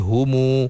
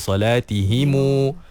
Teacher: dia menghidupkan huruf mim itu dengan mad dua harakat. Contohnya hum jadi humu. · Term: silah mim jama'